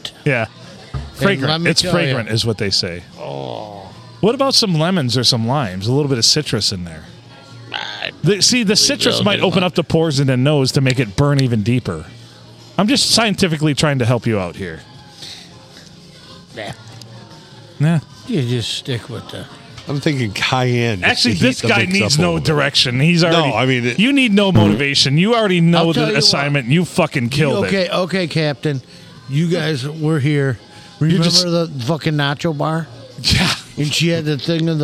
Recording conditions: busy venue